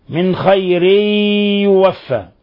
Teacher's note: تنوين كسر جاء بعده حرف الياء، الحكم التجويدي إضغام بغنة